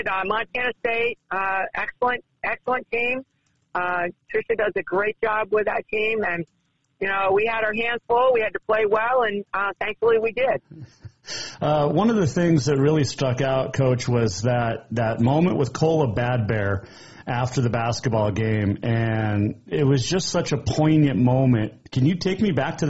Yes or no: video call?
no